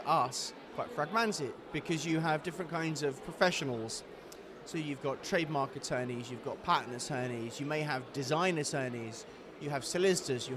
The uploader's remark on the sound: we took the podcast on the road to the AIPPI World Congress in Istanbul